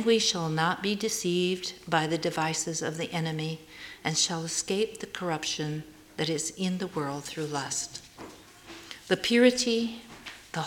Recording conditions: live audience